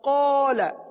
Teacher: ق الف کو پر پڑھیں گے کیونکہ الف سے پہلے والا حرف قاف پر ہے، تو پڑھیں گے ہم قال۔